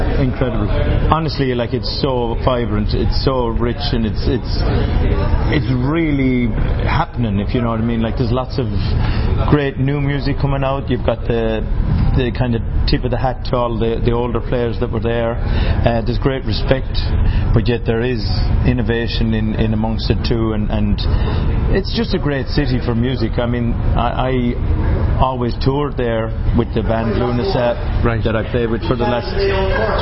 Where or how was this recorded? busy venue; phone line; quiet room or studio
busy venue